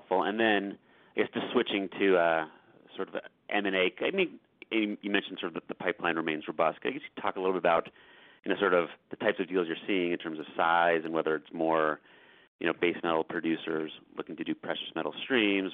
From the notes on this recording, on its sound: Fourth quarter 2020 earnings call